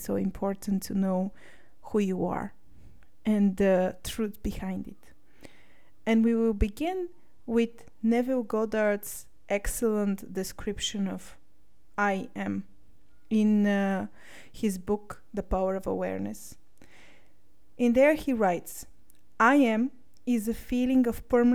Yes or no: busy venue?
no